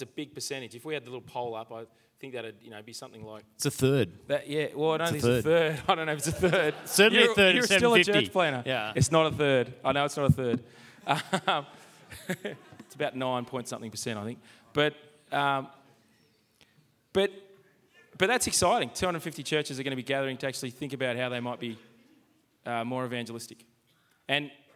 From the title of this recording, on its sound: Live from Multiply and Reach Australia